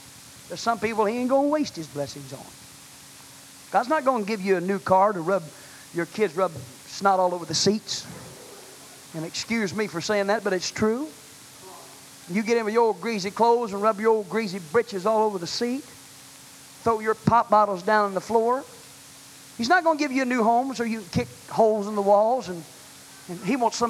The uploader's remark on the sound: was delivered on September 28, 1982 at First Apostolic Church in North Vernon, Indiana